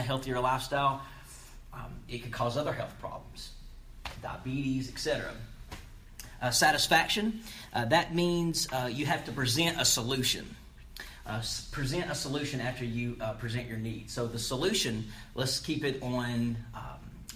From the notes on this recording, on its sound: This episode is Live from the classroom at Horry-Georgetown Technical College in Myrtle Beach, SC.